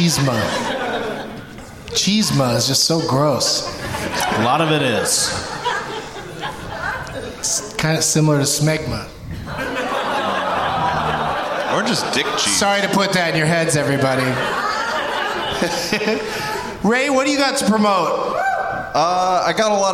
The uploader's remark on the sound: Live from the Laugh Out Loud Comedy Club in San Antonio.